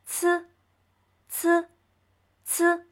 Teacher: 要和大家一起来学习的是声母“呲”。没错，就是那个长得像半圆的“呲”。我们在发“呲”的时候呢和发声母，滋，是很相似的。舌尖放在下排牙齿的齿背。这个时候会有较强的气流冲开舌尖阻碍，发“呲”的音